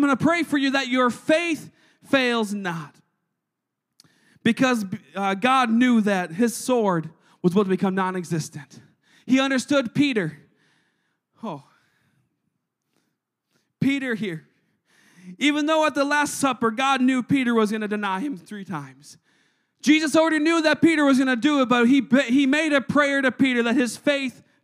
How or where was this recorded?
large echoing room